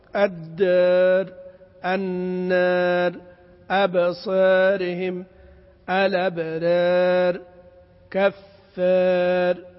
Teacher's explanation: إذا وقفت وقوفا عارضا فالذي ذهب فقط هو الكسرة، لكن الحرف المقلل موجود اللي هو الألف، فلذلك يبقى في التقليل، ولا يعتد بهذا السكون العارض، تبقى الألف مقللة.